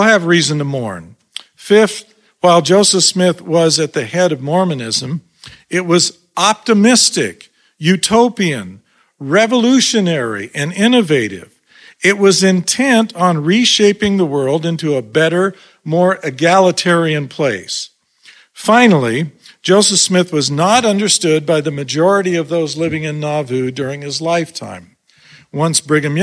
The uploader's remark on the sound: This lecture was delivered at the Sunstone Symposium in Sandy, UT on July 29th 2023.